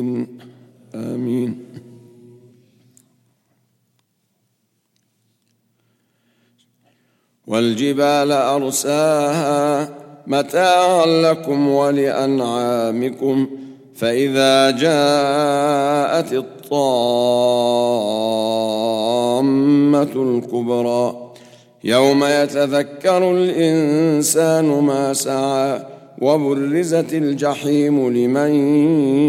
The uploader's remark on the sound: at the Houghton Masjid (West Street)